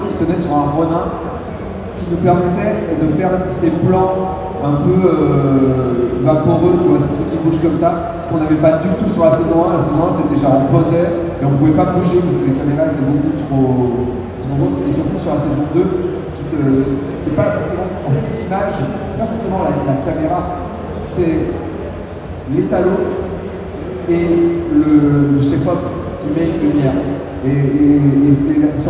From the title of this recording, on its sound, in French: Conférence TGS 2017